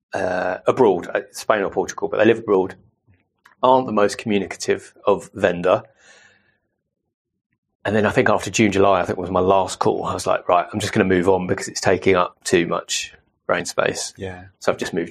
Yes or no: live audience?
no